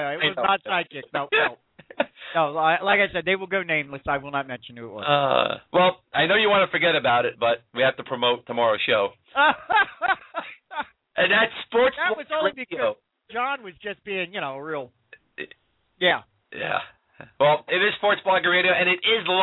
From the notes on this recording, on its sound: take questions from listeners via the telephone